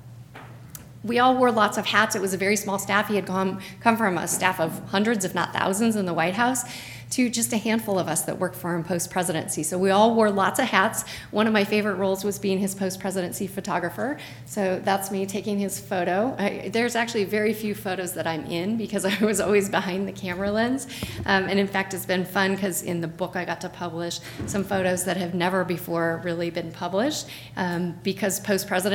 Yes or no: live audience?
yes